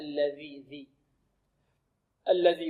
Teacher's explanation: والذال كما تعلمون أنها تخرج من أين؟ من طرف اللسان مع أطراف الثنايا العليا. الذي، هكذا لابد أن نبرز طرف اللسان، لابد من إبرازه.